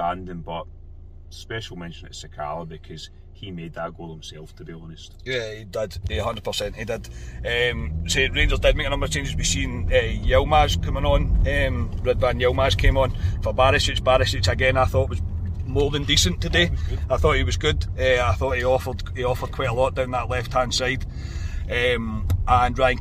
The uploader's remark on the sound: reaction from the car after leaving Ibrox